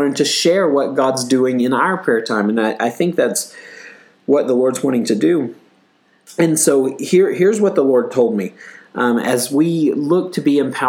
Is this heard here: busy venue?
no